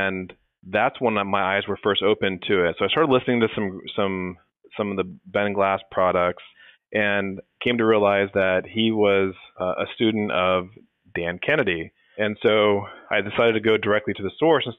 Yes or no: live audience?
no